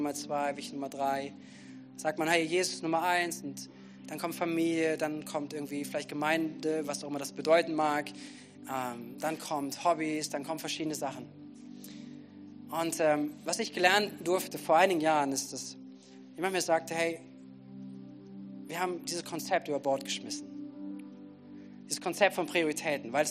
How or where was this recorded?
large echoing room